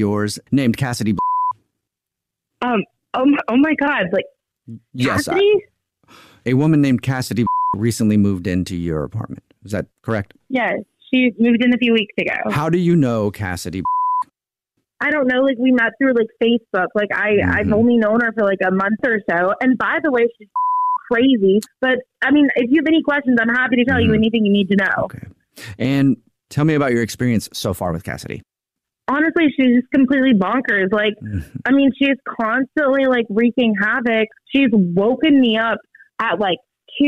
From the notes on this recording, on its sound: phone prank style